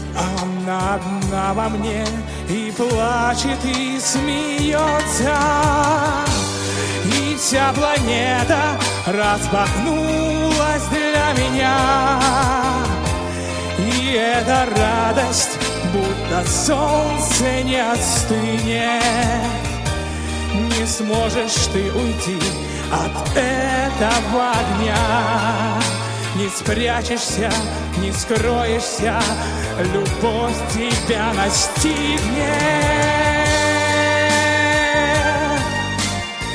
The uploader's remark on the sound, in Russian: Фрагменты концерта в Центре культурно-спортивной реабилитации Санкт-Петербургской региональной организации ВОС.